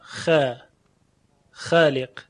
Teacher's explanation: خب البته این قانون در قرائت هست، در لهجه های عربی و صحبت کردن ها، حتی خواندن خطبه و متن ها، میبینیم که در حال حاضر در کشورهای عربی الف پس از حرف خا رو اینها ترقیق میکنن. خ، خالق، نمیگوین خالق، فقط قراء هستن که اینگونه میگوین.